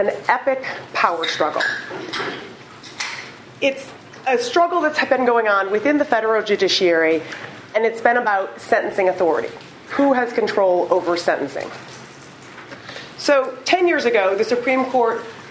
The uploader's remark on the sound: Recorded on April 13, 2015, as part of the Chicago’s Best Ideas lecture series.